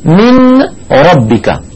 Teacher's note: هذه الشدة دليل وتعبير خطي على أنه يجب عليك أيها القارئ أن تدغم النون في الراء فيكون نطقك براء مشددة · Term: إدغام كامل